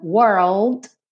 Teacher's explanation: primeiro você enrola o R, were. Depois põe o L no céu da boca, e fecha com o D.